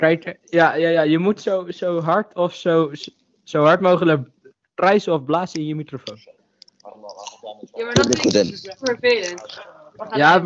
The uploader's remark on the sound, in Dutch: het slechte geluid